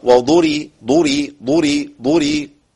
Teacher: الضاد مضمومة مش قوية أو ما وصلش للفتح